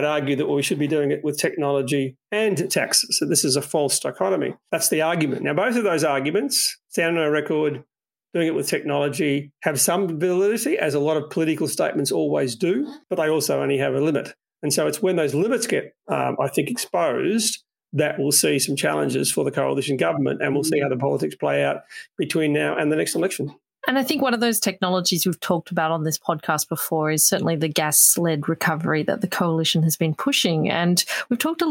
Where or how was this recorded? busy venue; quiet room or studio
quiet room or studio